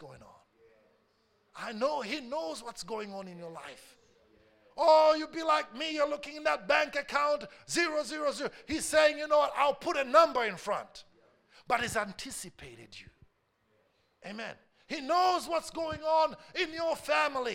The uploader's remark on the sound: A message preached during our Tuesday service